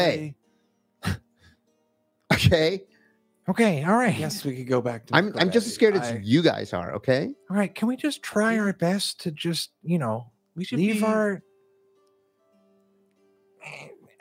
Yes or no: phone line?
no